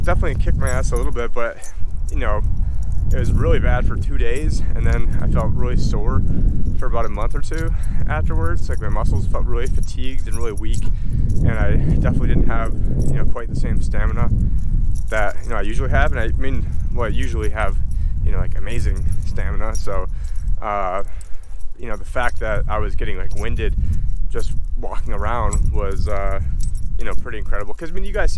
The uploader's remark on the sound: In this walk and Talk